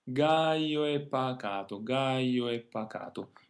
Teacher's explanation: The O and the E are spoken together without thinking too much about how to divide them up. Since they're composed together, that means they shouldn't be separated.